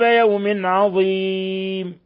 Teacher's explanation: تنوين كسر جاء بعده العين إظهار حلقي، إظهار حلقي أيضا.